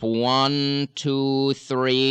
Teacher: Then on the second 1, 2, 3, I'm going to have you sort of will that visual image up and back and up and back until you can feel it sitting on that back wall of the throat right behind the uvula, right up near the nasal passage. Now, I don't want you to tighten anything. · Term: new focus